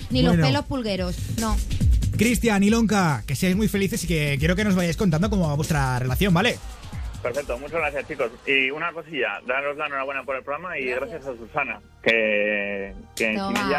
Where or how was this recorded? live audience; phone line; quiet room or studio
phone line